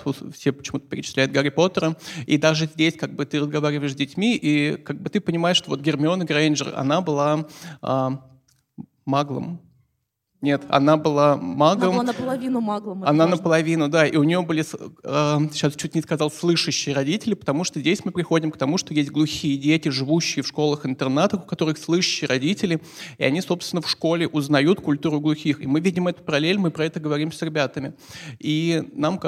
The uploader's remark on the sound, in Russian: В ноябре в рамках фестиваля ИнклюЗИЛ в ЗИЛе прошла открытая запись подкаста. Организация звукозаписи подкаст-студия «ШУМНО».